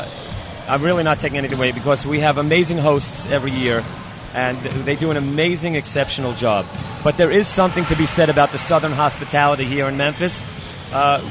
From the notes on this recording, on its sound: Recorded live at The 2015 Cooper Memphis Invitational Basketball Tournament.